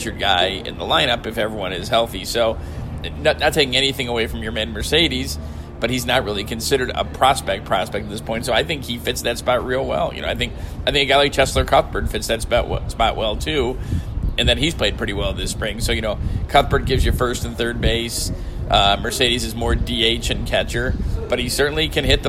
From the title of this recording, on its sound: Live from spring training